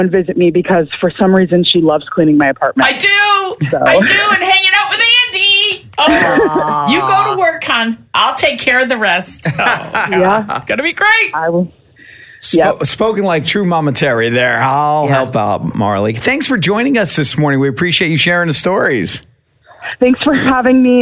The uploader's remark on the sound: wanted to call